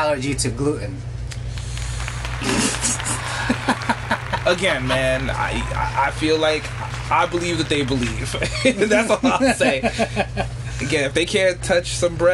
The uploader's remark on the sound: Live In Restaurant